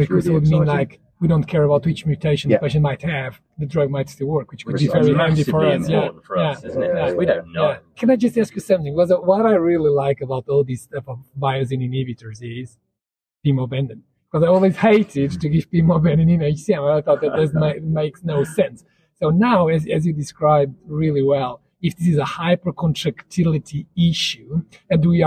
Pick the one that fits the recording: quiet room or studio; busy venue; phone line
busy venue